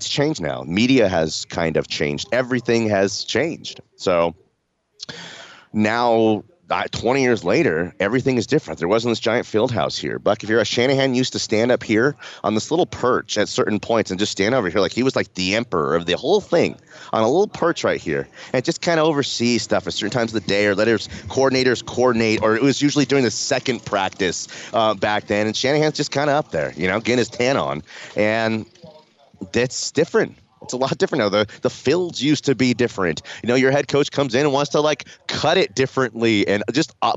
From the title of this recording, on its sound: LIVE from Broncos training camp